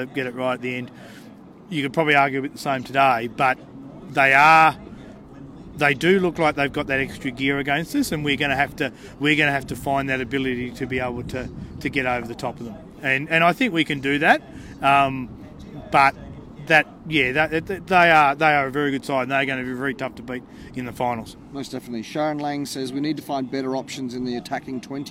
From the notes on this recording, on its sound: were at Canberra Stadium for The Greenhouse Live in Round 21